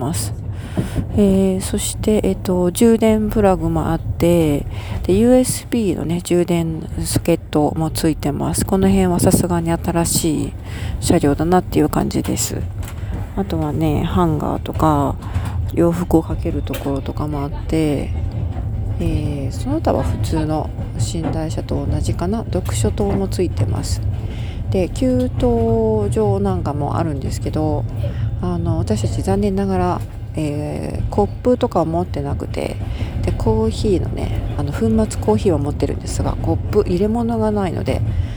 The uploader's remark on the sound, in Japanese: ジョージア‐アルメニア国際寝台列車の中にて。